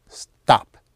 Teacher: The sound of the final tone is a short staccato push down as in stop.